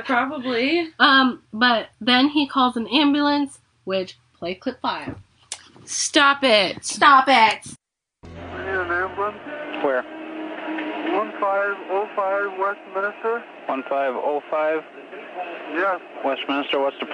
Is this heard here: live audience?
no